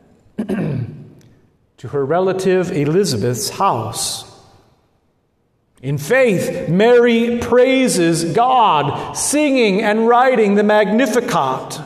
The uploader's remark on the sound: Good Shepherd Lutheran Church in Lincoln Nebraska